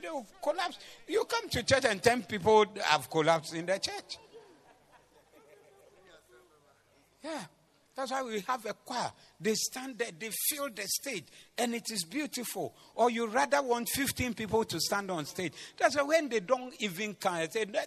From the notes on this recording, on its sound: Preached at the Zeloo Service 28052023